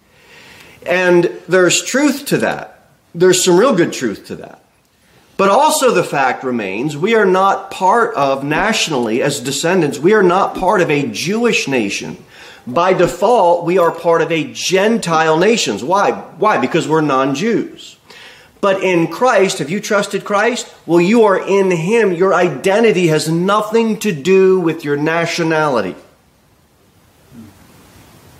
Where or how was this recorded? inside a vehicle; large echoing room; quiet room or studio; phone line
large echoing room